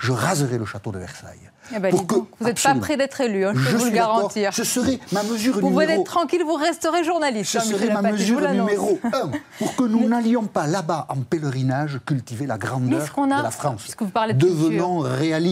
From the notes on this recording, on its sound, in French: Épisode enregistré en public par la section E&R Languedoc.